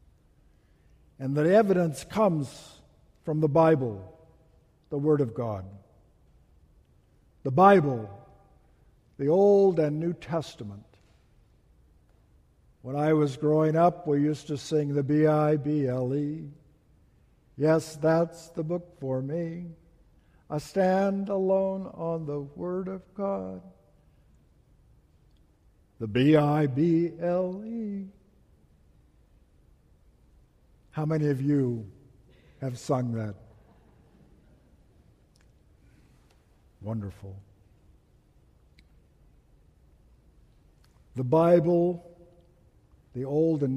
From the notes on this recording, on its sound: Message delivered during the Tradional Worship service.